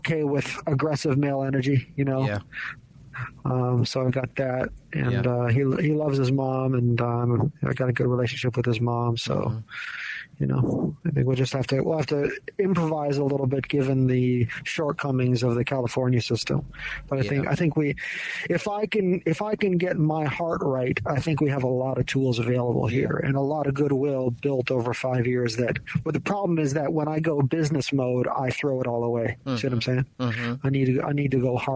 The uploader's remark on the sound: THE PHONE CONVERSATION THAT TURNED INTO A PODCAST